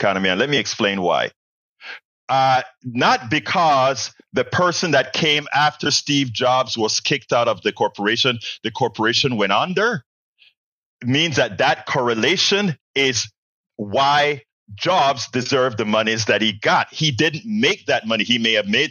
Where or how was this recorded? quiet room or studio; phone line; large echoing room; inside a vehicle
quiet room or studio